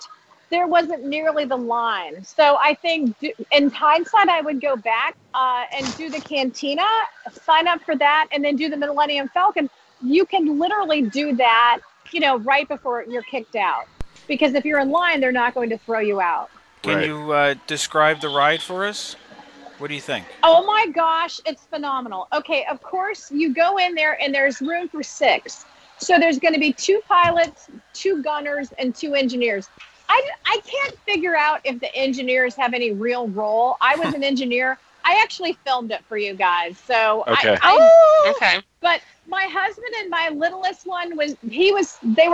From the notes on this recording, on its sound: Opening Day Live Review. Live on the Planet of Batuu, in the middle of Black Spire Outpost. This show was recorded live so you'll hear her interactions with the citizens of Batuu and even some members of the First Order.